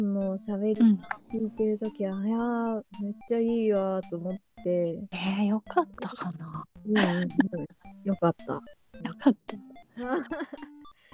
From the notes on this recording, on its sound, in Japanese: 音声が終始乱れております。